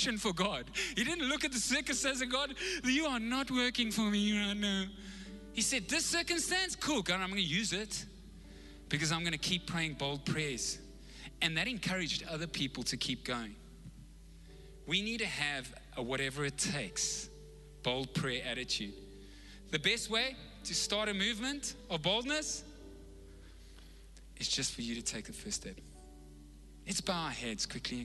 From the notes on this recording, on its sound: Recorded live on Sunday the 3rd October 2021